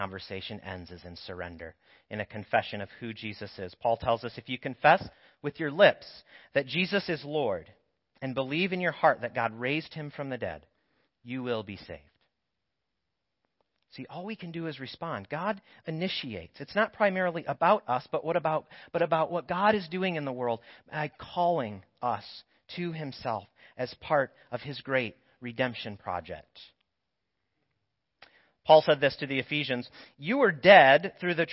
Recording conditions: large echoing room